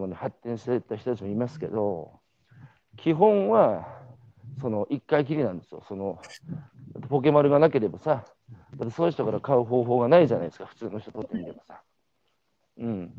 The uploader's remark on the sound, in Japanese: 歩きながら2時間、対談インタビューを受ける。